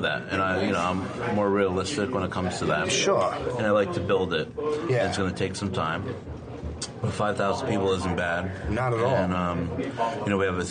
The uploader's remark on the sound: I met him at a quiet diner in Somerset, New Jersey.